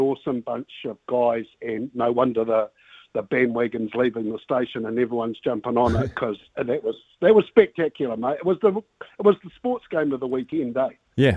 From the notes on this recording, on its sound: hits the phone and text lines to talk to the listeners